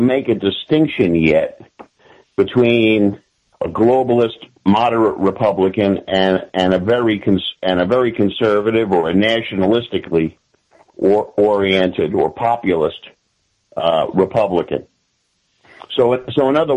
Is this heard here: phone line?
yes